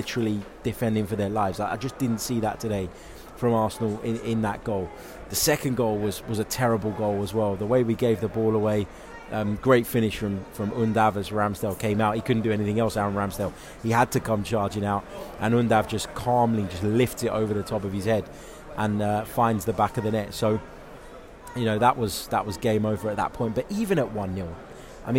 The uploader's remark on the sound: reacts live from Emirates Stadium